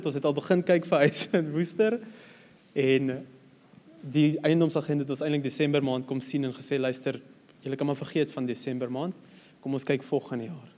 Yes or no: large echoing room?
yes